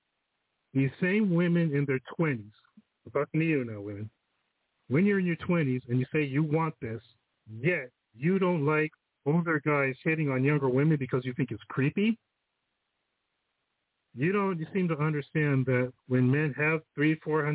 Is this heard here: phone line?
yes